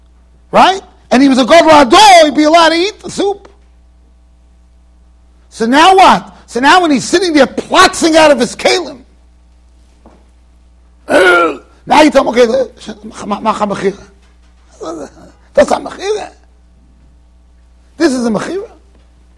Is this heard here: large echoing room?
yes